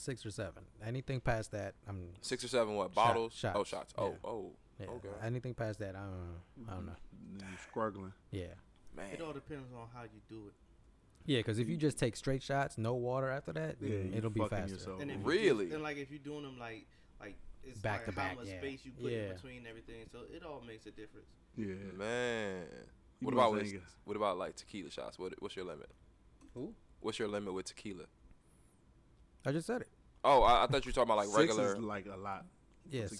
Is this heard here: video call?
no